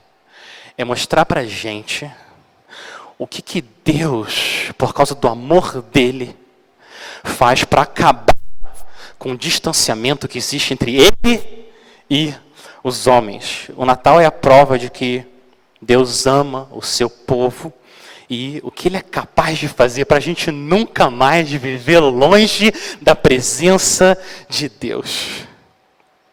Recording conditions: large echoing room